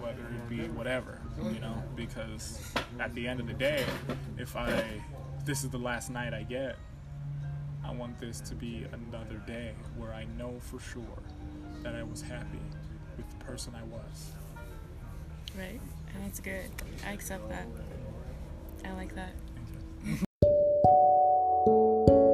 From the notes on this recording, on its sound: A raw exploration into a live outdoor conversation at a local coffee shop.